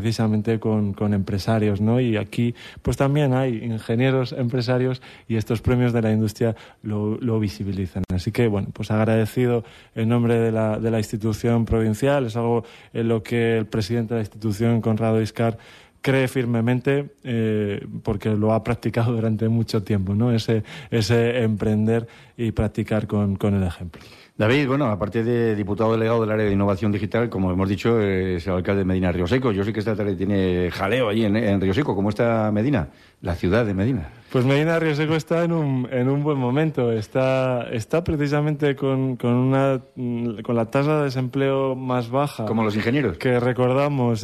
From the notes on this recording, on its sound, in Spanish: Emitido por la SER desde el Centro Cultural Miguel Delibes. En una gala que llenará el Auditorio del Centro Cultural Miguel Delibes.